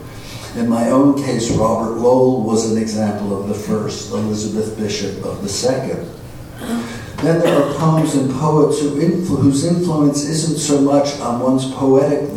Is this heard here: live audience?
yes